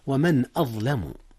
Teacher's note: أظهرت النون قبل الهمزة، إذ الهمزة من أحرف الحلق ومن أحرف الإظهار